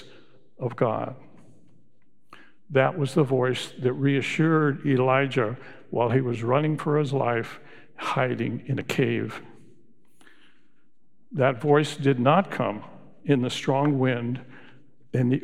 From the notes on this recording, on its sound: Recorded live at Beatitudes Church in Phoenix, AZ